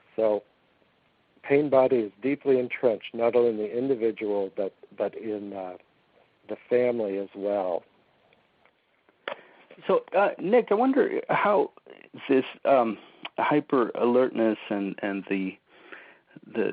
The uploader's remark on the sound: On this recording of our August 3, 2010, teleseminar